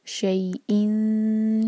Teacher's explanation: نون کے ساؤنڈ کو چھپائیں گے، نون کے مخرج کو ٹچ نہیں کریں گے، دو سیکنڈس کا ٹائم دیں گے اور شین کے لیے زبان تیار کریں گے. · Term: اخفا